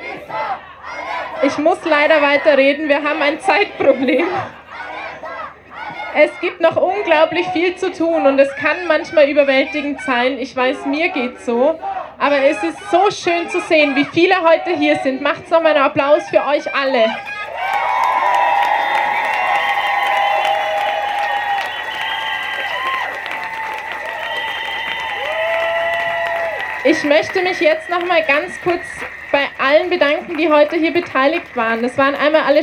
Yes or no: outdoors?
yes